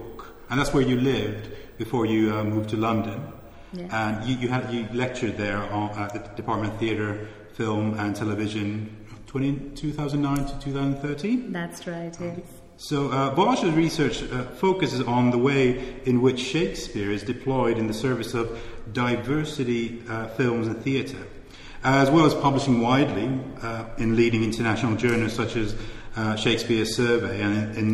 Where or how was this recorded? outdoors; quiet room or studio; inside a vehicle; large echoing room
large echoing room